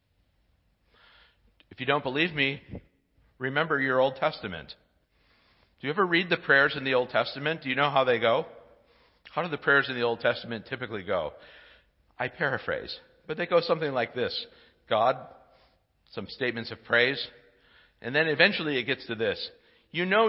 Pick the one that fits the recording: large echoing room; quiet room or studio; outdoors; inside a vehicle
large echoing room